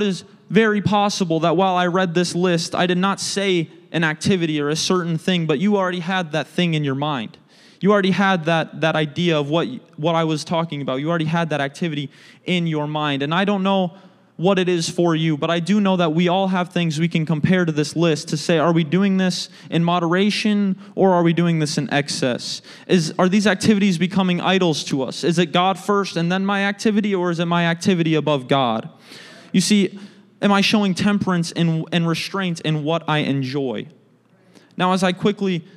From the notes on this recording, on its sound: a service recording from Connect Point UPC